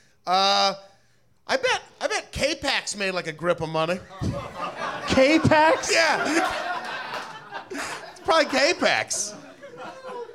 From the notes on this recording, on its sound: Live from the NerdMelt Showroom in Hollywood